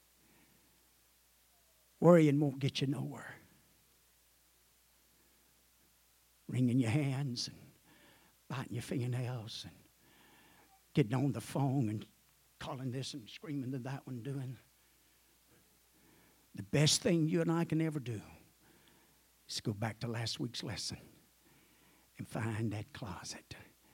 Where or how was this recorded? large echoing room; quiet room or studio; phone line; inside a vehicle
large echoing room